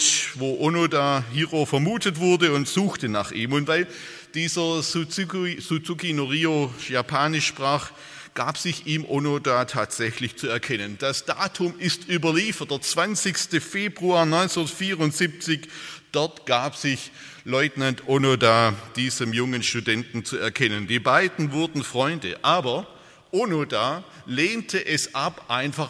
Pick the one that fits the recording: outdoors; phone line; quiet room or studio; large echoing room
large echoing room